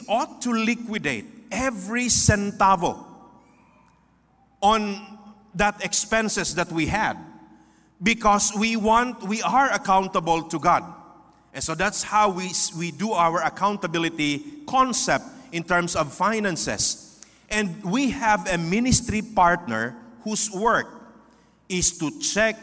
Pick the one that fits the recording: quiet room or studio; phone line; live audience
live audience